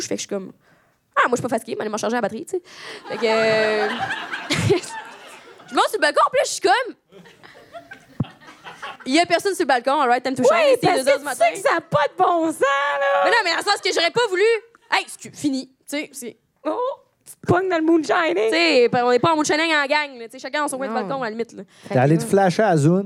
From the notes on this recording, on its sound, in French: Live à Québec. ON PART EN TOURNÉE DE PODCAST LIVE !!! On est TRÈS heureuses de vous présenter ENFIN notre premier podcast live!! Quelqu'un dans la salle s'est littéralement pissé dessus.